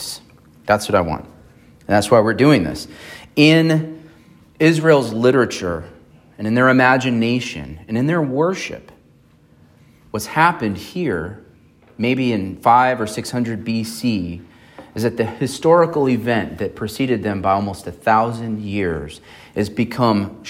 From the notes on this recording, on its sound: on September 10, 2023 at Emmanuel Baptist Church in Fallbrook, California.